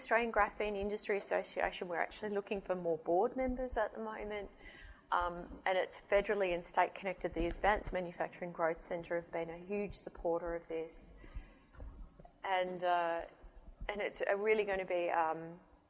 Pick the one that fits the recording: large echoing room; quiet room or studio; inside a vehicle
large echoing room